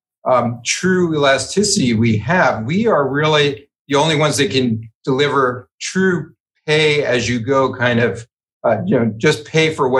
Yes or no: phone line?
no